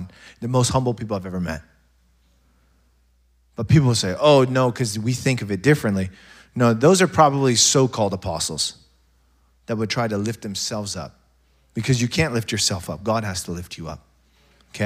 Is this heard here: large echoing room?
yes